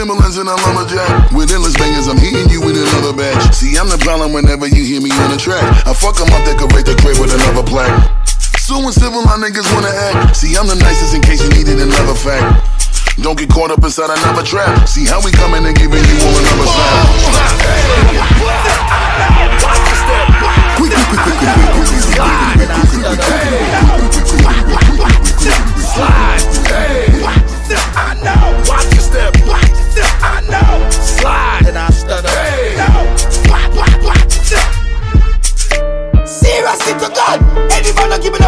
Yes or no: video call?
no